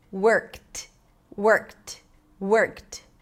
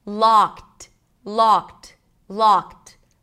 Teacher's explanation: The ED suffix can sound like a t sound when it's after a voiceless consonant